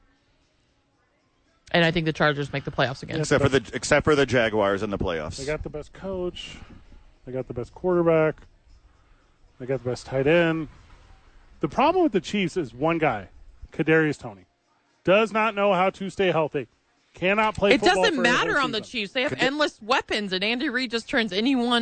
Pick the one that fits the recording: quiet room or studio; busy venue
busy venue